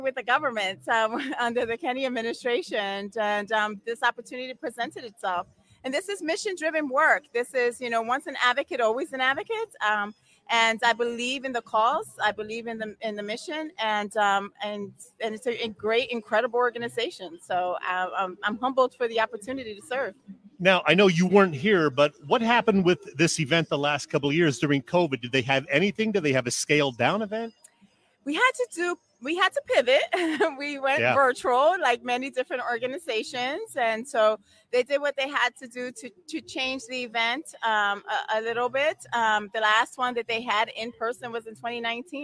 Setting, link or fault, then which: setting, busy venue